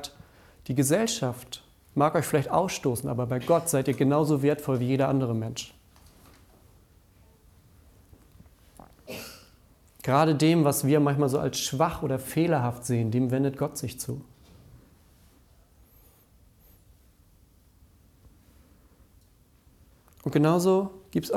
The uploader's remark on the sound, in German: Die Predigt aus dem Familiengottesdienst um 17 Uhr.